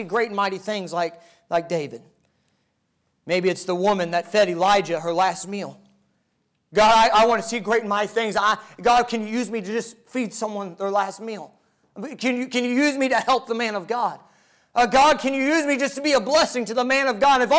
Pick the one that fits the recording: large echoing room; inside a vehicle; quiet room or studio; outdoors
large echoing room